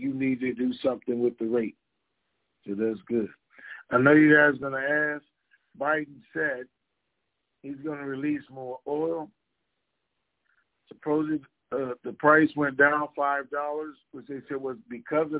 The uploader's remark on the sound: TNTSuperfantastic Conference Call